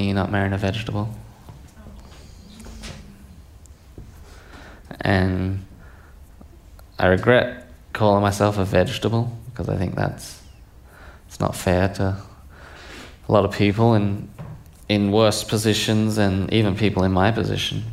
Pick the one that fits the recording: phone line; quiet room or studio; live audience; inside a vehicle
live audience